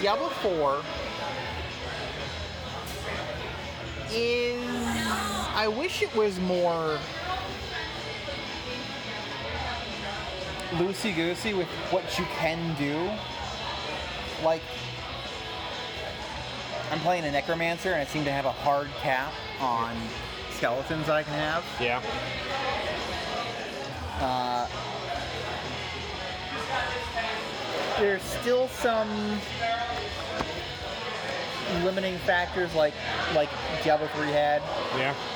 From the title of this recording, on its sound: Saturday night at a brewery with live music